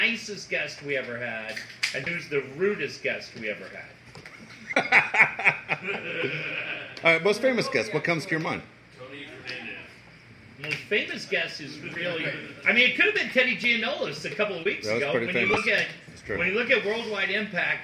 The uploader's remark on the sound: We celebrate 25 years with a live studio audience.